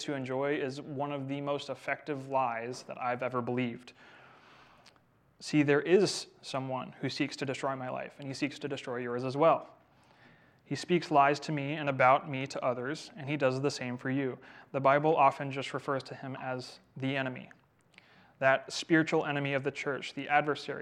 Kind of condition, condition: setting, large echoing room